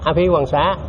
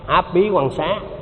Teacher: Mà người Miến họ đọc không, họ quen cái giọng đọc của người Anh rồi, cho nên họ không có đọc chữ H được · Shown in: second take · Cho nên thế này là vô qua bển có nhiều khi mình đọc là Áp Bí Quan Xá.